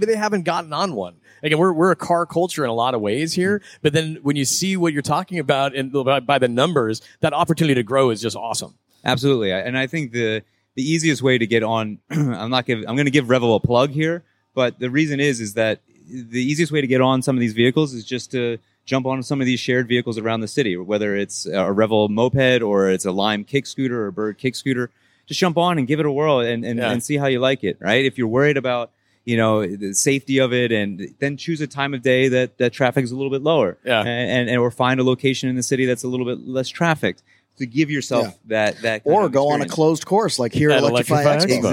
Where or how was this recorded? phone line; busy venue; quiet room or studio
busy venue